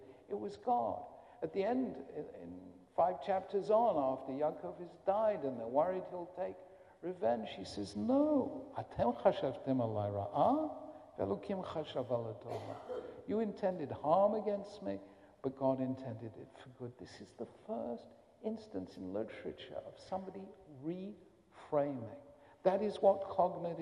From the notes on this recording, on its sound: a recording of an address at the Kohelet Yeshiva High School in Philadelphia